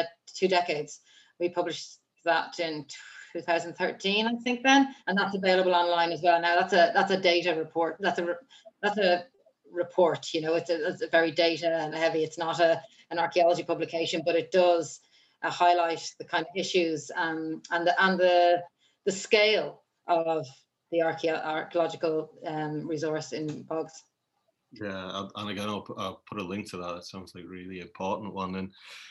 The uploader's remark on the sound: joined for a Zoom chat